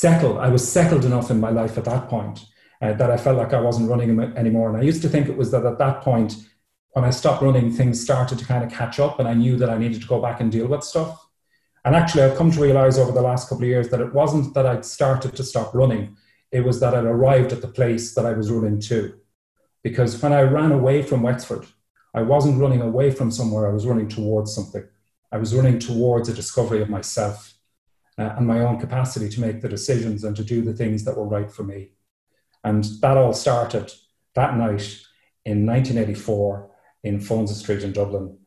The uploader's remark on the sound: these stories were originally told at an online Zoom event